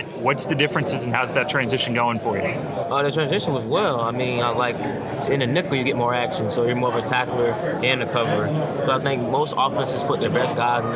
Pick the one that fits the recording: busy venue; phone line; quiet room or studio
busy venue